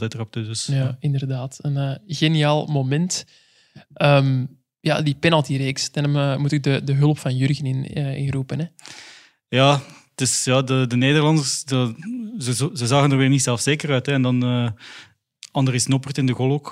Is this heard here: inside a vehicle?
no